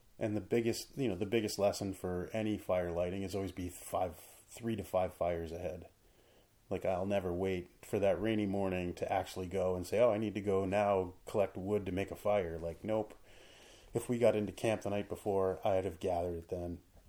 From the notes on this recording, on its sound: The audio levels are low so you&#8217;ll have to turn it up. The audio levels are low so you’ll have to turn it up.